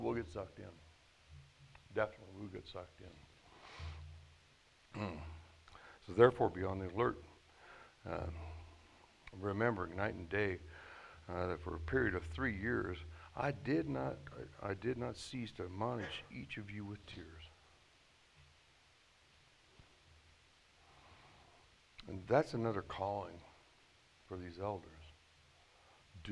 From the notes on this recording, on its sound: at The Well, an SBC, Converge Heartland church in Hastings, Nebraska